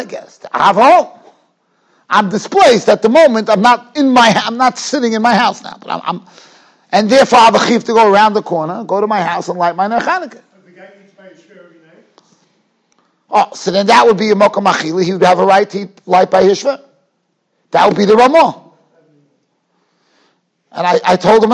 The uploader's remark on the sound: Shiur recorded in Yeshivas Ohr Reuven, Monsey, NY.